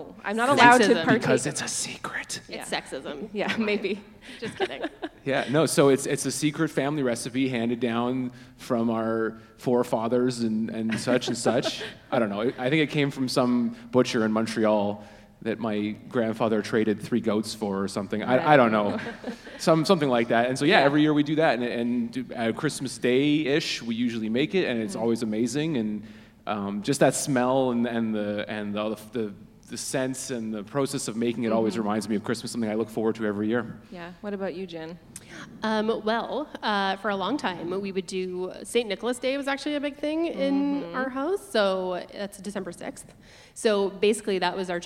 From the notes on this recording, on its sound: Recorded in front of a live audience at the West End Cultural Centre in Winnipeg.